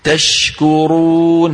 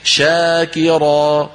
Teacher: شاكرا، هذه الشين فيها تفشي، لكن تفشي تشكرون أوضح من مين؟ من شاكر. السكون يوضح الصفة، الحركة تضعف وضوح الصفة، تضعف وضوح الصفة.